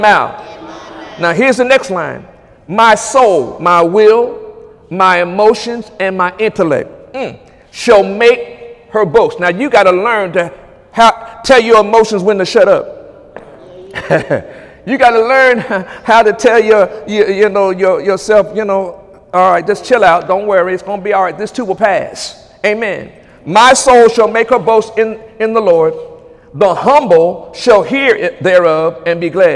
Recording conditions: large echoing room